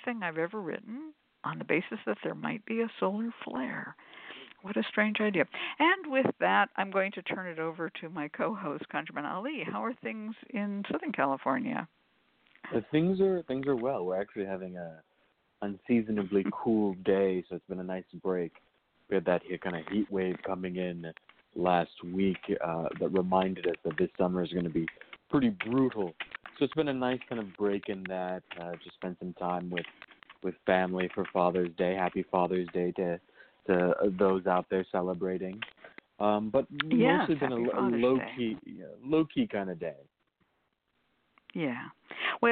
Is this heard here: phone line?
yes